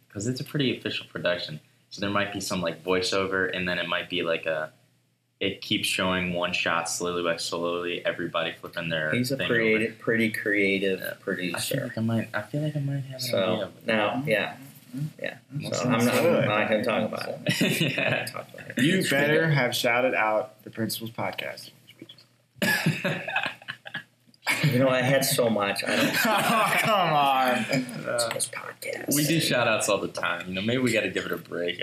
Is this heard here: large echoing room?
no